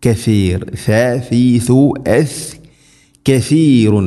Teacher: നാവിൻ്റെ അറ്റം മുൻപല്ലുകളുടെ ഇരുനിരകൾക്കിടയിലൂടെ അല്പം നാവിൻ്റെ അറ്റം പുറത്തായിരിക്കണം